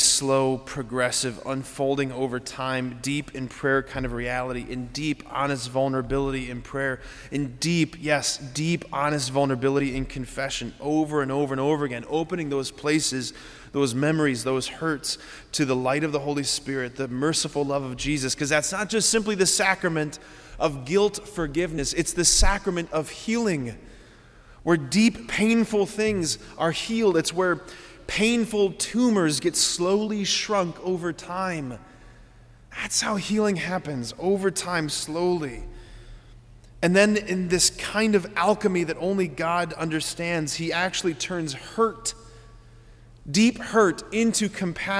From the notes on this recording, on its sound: preached this homily on September 16, 2023 at Sacred Heart of Jesus Catholic Church in Wadsworth, OH